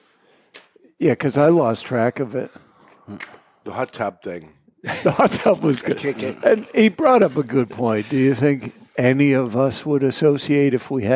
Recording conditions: live audience